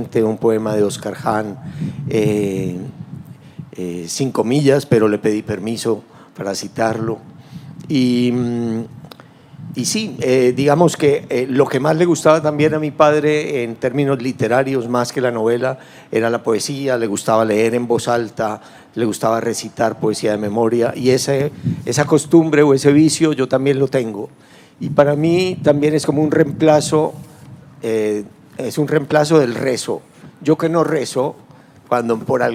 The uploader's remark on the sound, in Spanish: Durante el Festival Puerto de Ideas Valparaíso 2021.